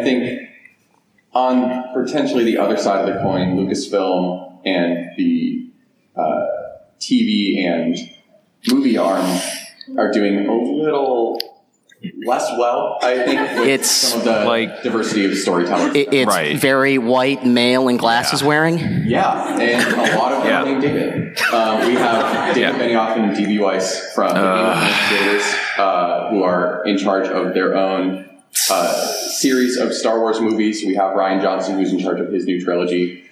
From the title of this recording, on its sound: Live at Awesome Con